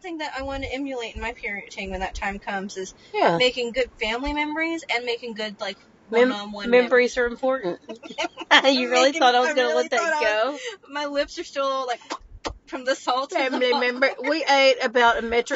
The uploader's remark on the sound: Join us for a special bonus episode in the car!